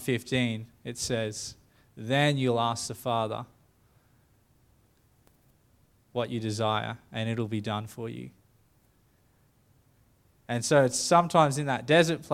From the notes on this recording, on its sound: The live stream of Destiny Church Atherton.